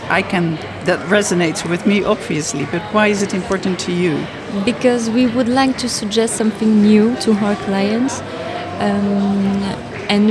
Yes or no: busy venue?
yes